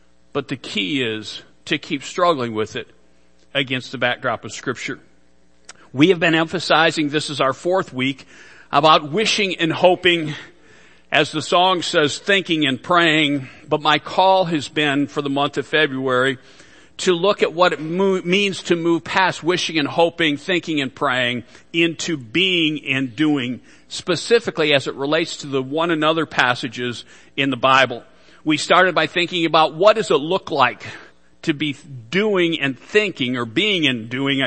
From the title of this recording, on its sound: Worship Service - Audio